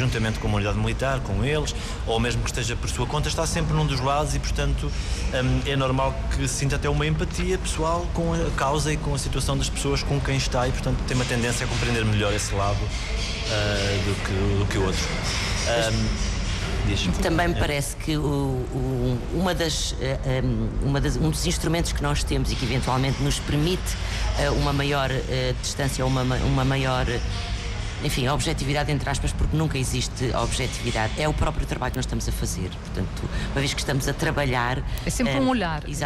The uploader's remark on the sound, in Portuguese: Entrevista em direto do Festival Literário da Madeira